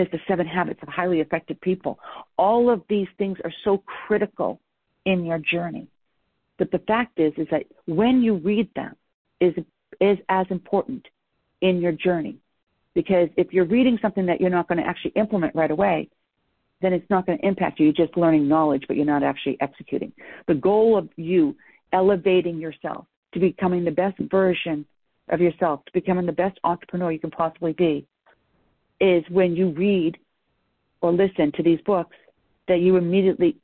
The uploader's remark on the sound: I am rebroadcasting a private team call